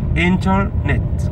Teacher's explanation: لكن اللغة الانجليزية بتقول internet، بيخفي الراء شوية